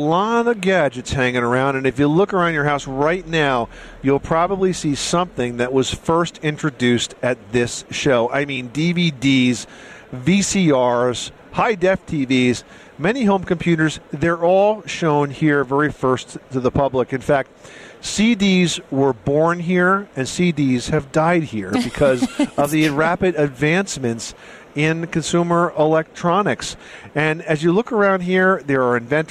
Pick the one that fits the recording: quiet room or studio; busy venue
busy venue